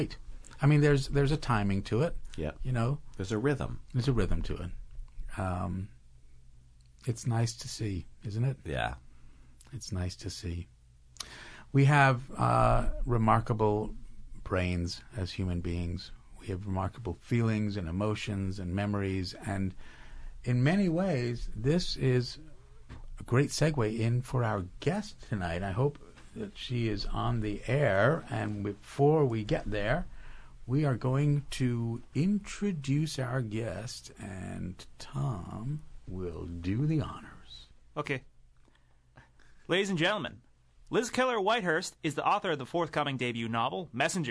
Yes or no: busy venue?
no